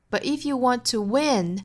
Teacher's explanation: 逻辑重读放在 win 上，我们读的时候在 win 上重读